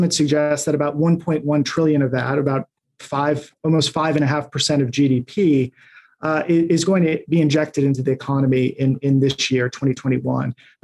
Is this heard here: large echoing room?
no